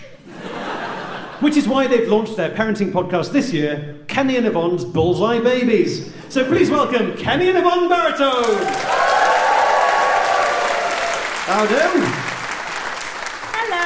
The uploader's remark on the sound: Live At London Agrimedia Con 2023. A live show which took place at London Agrimedia Con 2023.